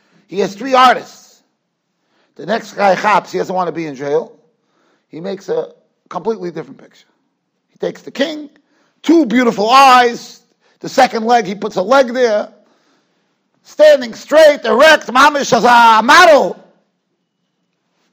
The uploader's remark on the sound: Shiur recorded in Yeshivas Ohr Reuven, Monsey, NY.